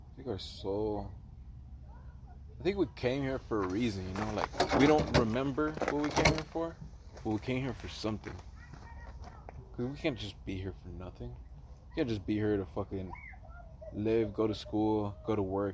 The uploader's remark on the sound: outside enjoying the fresh air